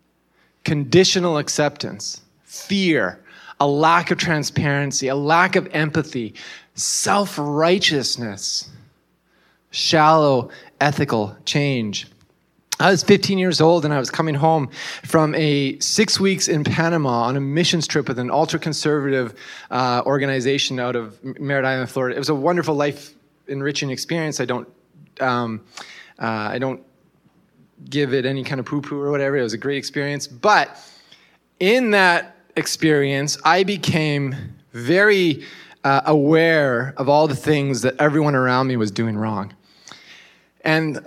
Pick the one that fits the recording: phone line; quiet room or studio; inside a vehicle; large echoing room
large echoing room